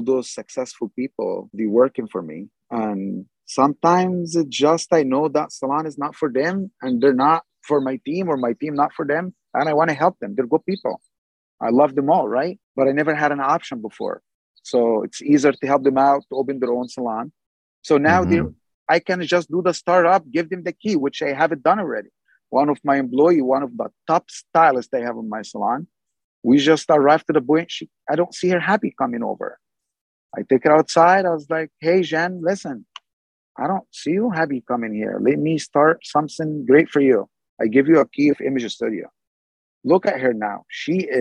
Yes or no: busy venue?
no